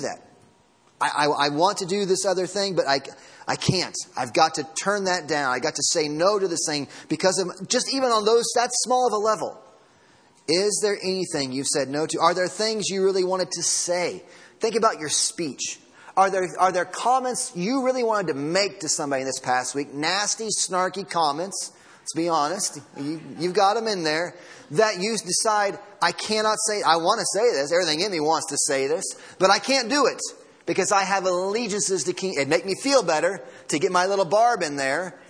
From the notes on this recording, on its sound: Sermon Audio from Sunday Morning.